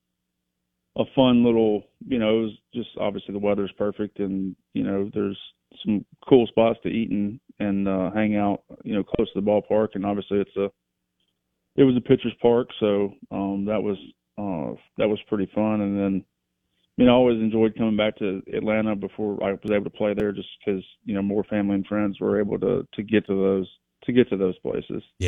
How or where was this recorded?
phone line